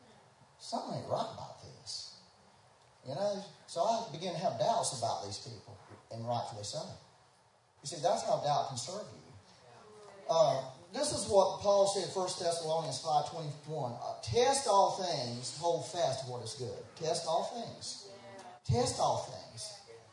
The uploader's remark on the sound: We had some technical difficulties so the sound is not the best quality but is better than nothing.